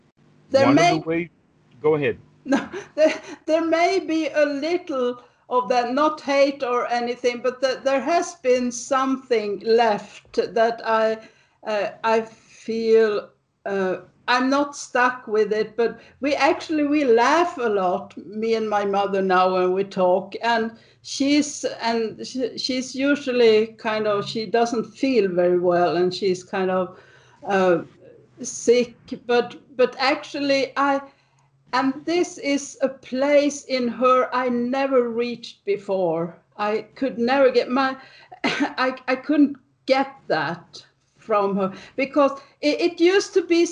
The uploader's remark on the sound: skype calls on this channel